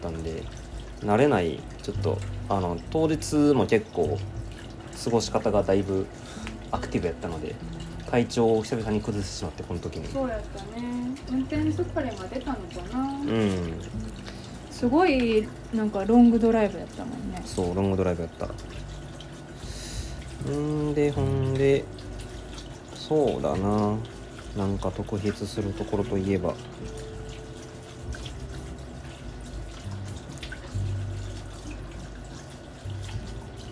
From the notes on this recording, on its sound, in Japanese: 年越しそばを作りながらの収録なので、物音が多いです